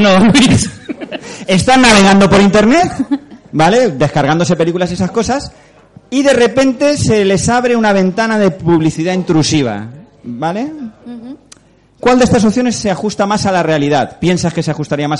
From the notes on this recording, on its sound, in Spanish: Este mes tenemos este episodio especial desde las JPOD 17 de Alicante en la Sala Clan Cabaret. Una noche genial con un público estupendo.